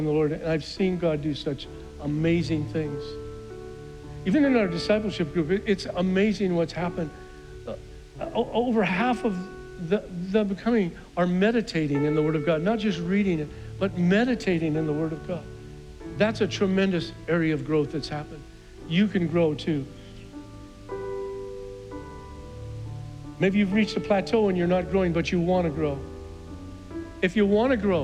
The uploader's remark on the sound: was preached on June 6th at the 11:30AM service